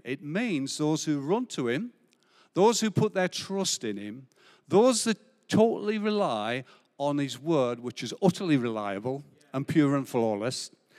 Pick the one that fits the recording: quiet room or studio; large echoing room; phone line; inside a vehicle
large echoing room